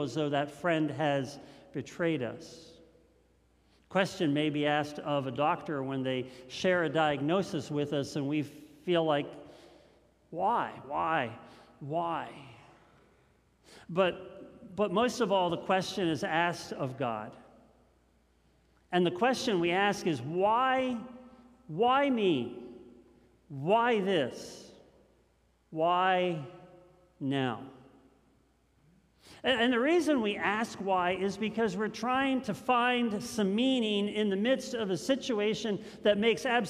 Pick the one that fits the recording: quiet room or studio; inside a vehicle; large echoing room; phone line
large echoing room